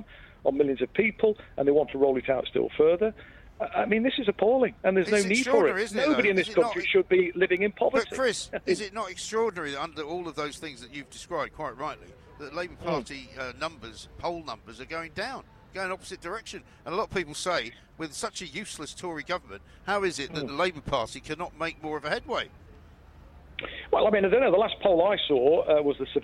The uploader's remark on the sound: We're live from College Green